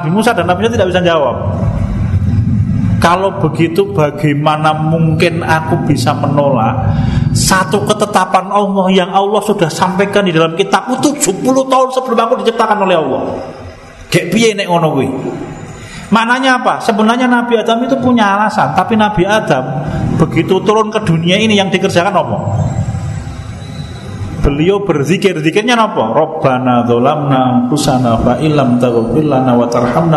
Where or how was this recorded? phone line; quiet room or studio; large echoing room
large echoing room